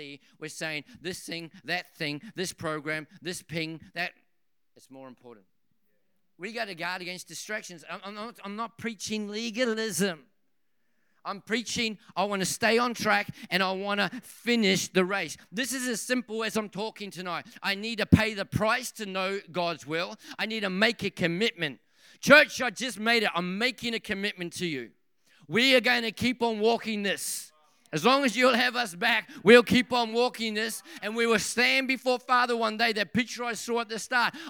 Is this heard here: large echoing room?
yes